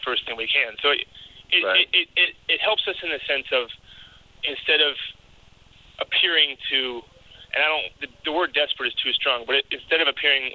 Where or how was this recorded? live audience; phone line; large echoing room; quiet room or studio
phone line